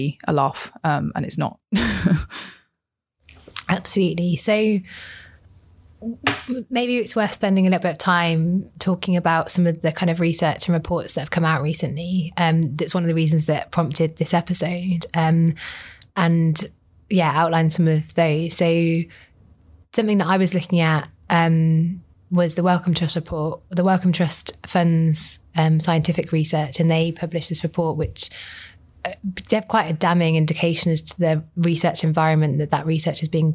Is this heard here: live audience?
no